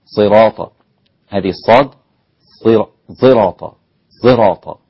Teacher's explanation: والإمام خلف والإمام حمزة يقرأها بصاد مشمه بالزاي